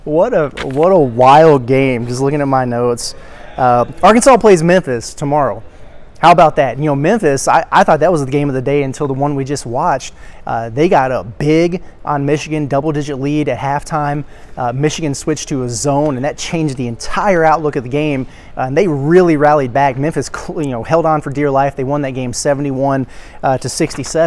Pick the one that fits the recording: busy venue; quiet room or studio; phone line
busy venue